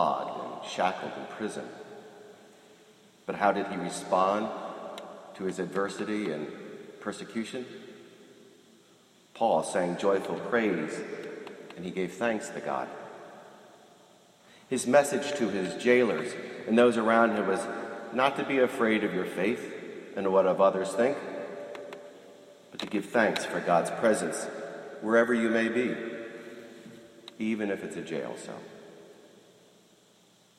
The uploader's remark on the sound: This morning I was invited to be a guest homilist at the Princeton Ecumenical Thanksgiving Prayer Service at the Princeton University Chapel.